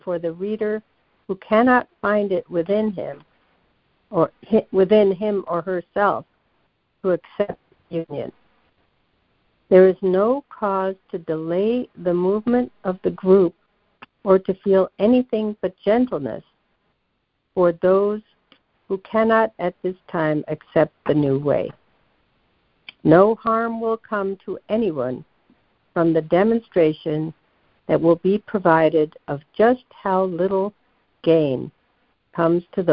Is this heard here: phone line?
yes